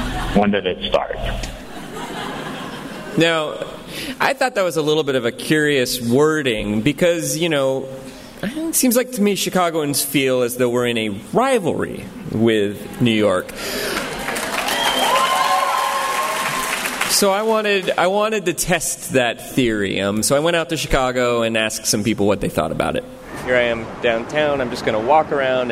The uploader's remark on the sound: In this live podcast episode, two actors playing New York and Chicago duke it out over who will host the coveted 1893 World’s Fair.